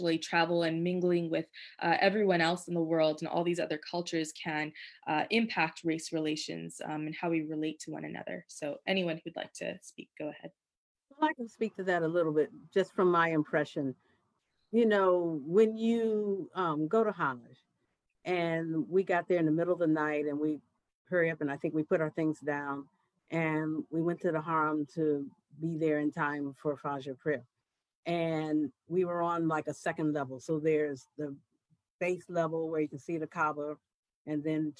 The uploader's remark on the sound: a live virtual panel